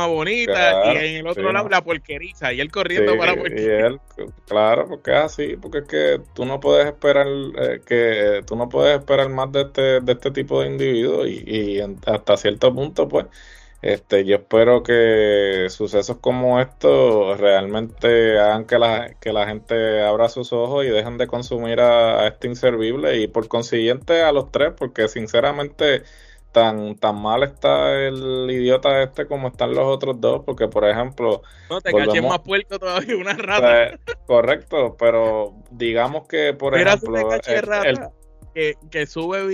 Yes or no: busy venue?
no